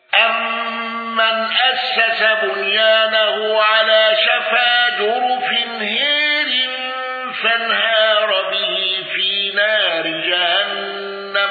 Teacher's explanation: حمزة بالإمالة وإسكان راء جرف